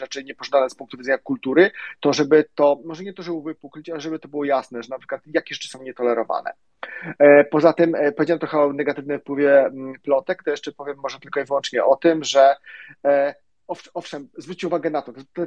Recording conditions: video call